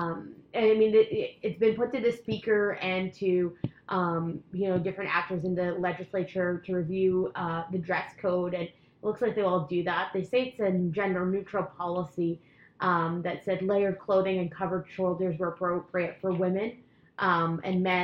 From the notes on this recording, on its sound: There was an issue with the sound this week (we don't know why), so we apologize in advance